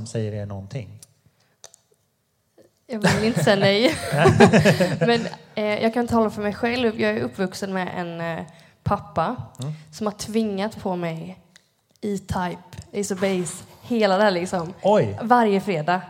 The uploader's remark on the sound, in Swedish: 36 Livepodd-special! På Rookie-festivalen i Rock City, Hultsfred. Podden spelas in inför livepublik och har lite svajigare ljud än vanligt, men det är inte värre än att man tolererar det.